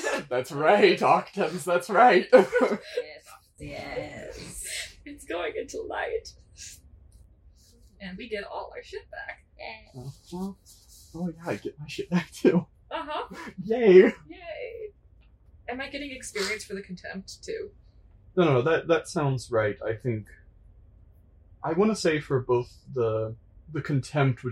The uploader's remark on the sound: Truly the episode with the highest number of audio crimes yet. Huddle around a single computer.